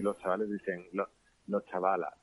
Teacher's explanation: la O del artículo y la E del plural son abiertas, es decir, como si estuvieran mezcladas con una A · Term: vocales abiertas